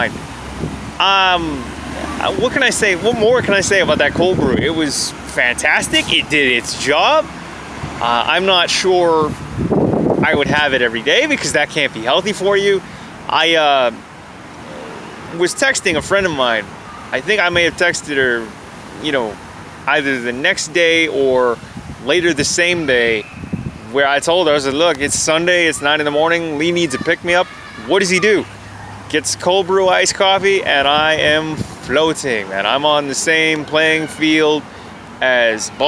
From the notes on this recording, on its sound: I recorded this episode at a picnic table in a parkette, next to a municipal office in Toronto, Ontario on a warm day back in September 2019